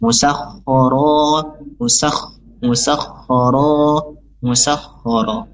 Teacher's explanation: musakhara di sini khonya dia bertasydid dan langsung sin masuk ke huruf kho secara jelas